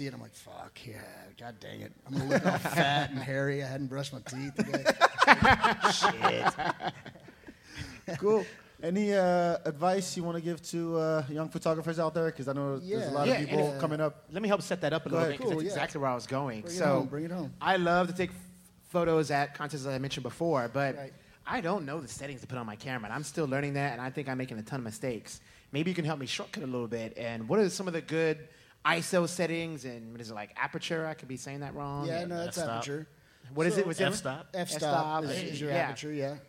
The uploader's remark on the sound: Live from Antone’s